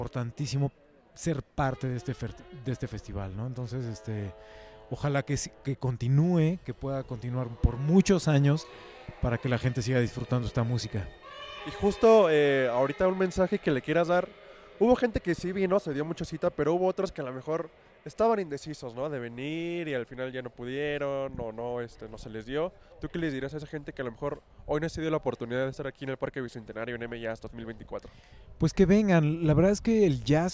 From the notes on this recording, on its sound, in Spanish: Un programa especial de M Jazz, desde la sede del festival